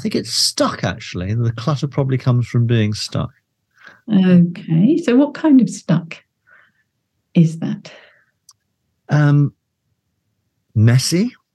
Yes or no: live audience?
no